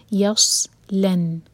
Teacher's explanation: الذی یس، یہ ہے صاد، اس کو یس نہیں کہنا، سین نہیں ہے، صاد. یس لن، لام کو لائٹ رکھیں گے اور نون پر اشدہ، تو نون پر غنہ. یس لن، غنہ کے بعد ن دوہر کا لمبا، اس کے بعد را پر فتحہ، تو را ہیوی، نا را، پھر را کو لام سے جوڑیں گے تو لام پر جھٹکا نہ آئے.